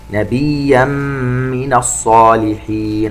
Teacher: التنوين عند الميم إدغام بغنة